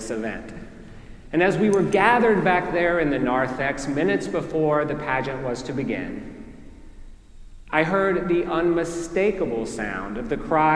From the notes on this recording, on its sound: preached at our celebration of the Holy Eucharist on the Feast of the Holy Name.